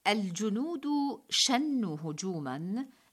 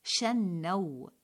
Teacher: لنقل الجنود شنوا هجوما بضم النون، لا شنوا بفتح النون. فنحن كثيرا ما نسمع البعض من الإعلاميين يقولون الجنود شنوا هجوما بفتح النون قبل واو الجماعة، وهذا ضبط غير صحيح.